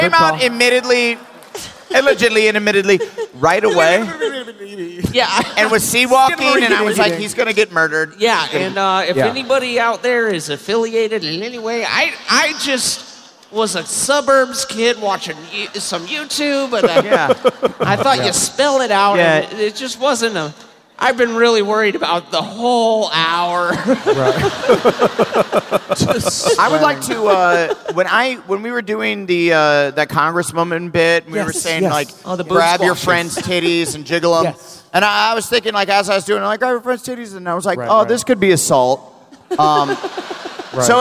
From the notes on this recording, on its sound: Live From Long Beach!